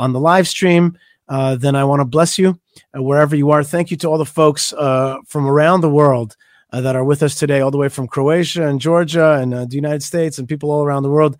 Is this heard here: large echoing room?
no